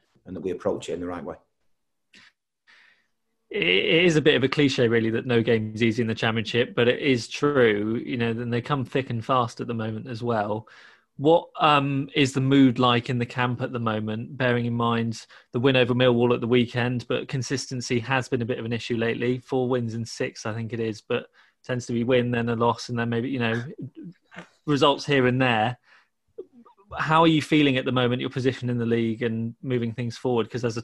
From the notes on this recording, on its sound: Virtually faces the media as City prepare to face Huddersfield Town at Ashton Gate.